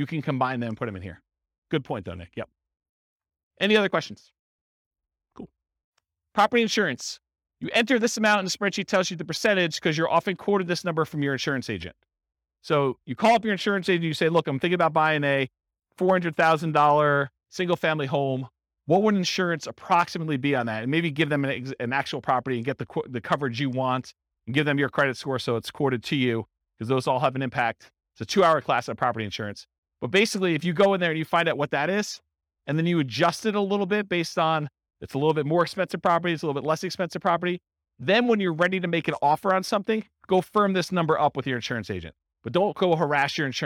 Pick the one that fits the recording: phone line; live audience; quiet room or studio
live audience